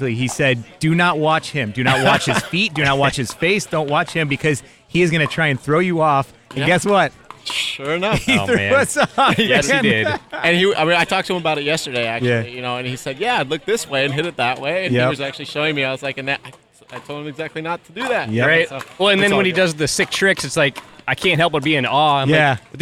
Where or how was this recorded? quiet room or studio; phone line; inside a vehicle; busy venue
busy venue